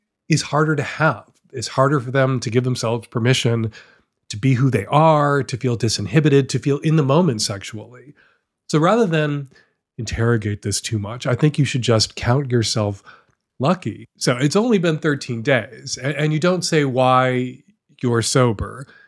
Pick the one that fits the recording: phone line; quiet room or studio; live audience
quiet room or studio